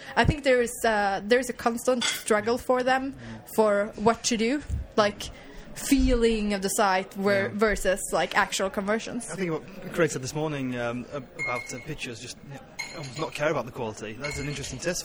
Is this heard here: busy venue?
yes